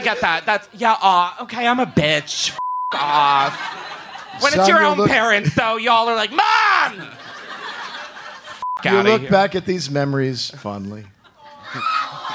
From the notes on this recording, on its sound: Live from Los Angeles. Live from the Flappers Comedy Club in Burbank, California.